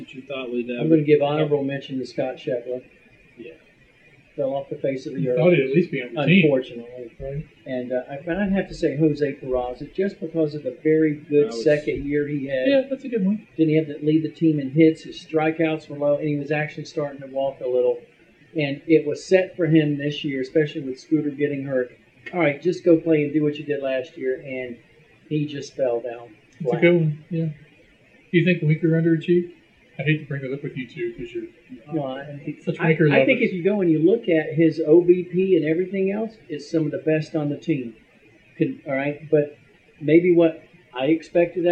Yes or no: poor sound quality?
yes